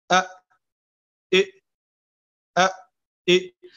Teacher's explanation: مخرج الهمزة والهاء، ويسمى أقصى الحلق، وهو أبعد مكان من الشفتين